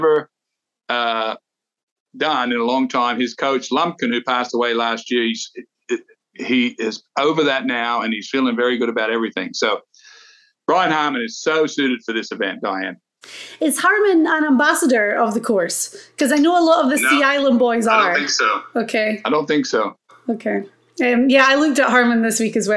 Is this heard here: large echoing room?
no